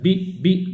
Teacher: القوة ديال الاصطدام، قوة الاصطدام ديال الشفتين · Term: اصطدام قوي